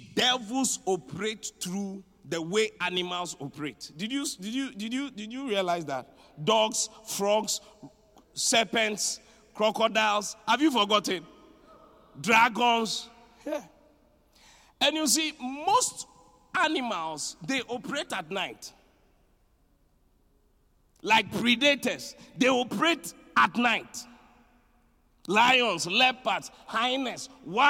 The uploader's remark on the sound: Preached at the Qodesh. Inspiration Service.